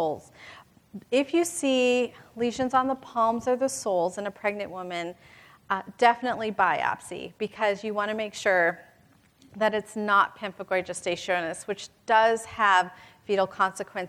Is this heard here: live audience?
yes